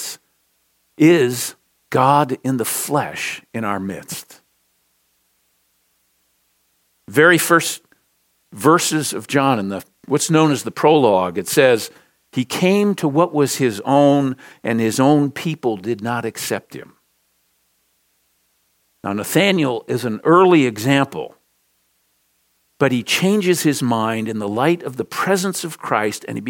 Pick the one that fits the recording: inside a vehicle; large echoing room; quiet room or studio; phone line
large echoing room